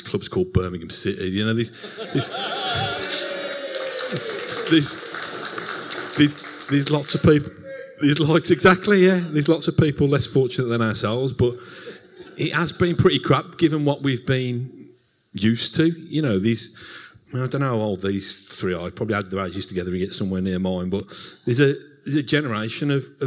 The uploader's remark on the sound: In the final part of our #ClaretAndBlueLIVE show, we answered questions from the 300 Villa fans in the audience at Hockley Social Club.